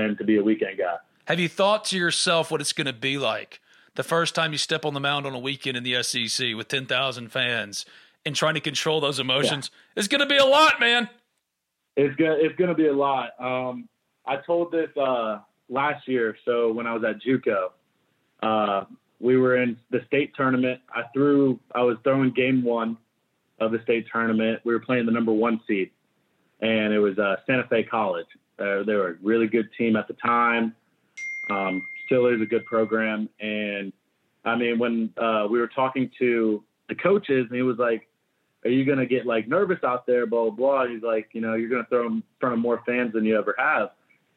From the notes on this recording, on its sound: Joins on the Modern Woodmen phone line.